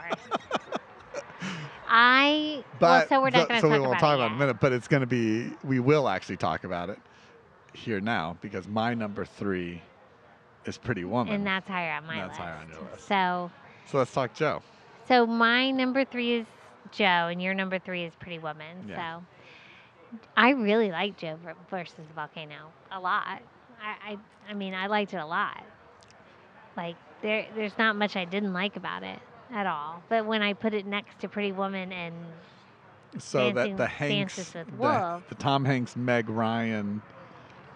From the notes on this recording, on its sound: This episode was recorded in Tampa, Florida at The Independent Bar and Cafe located in the Seminole Heights neighborhood.